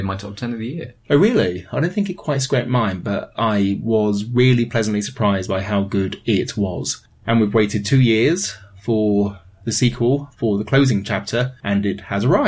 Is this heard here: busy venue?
no